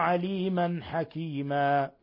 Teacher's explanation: تنوين فتح جاء بعده الحاء الحكم التجويد إظهار حلقي. عليما حكيما ثم مد عوض حال الوقف على تنوين الفتح حكيما يمد مقدار حركتين.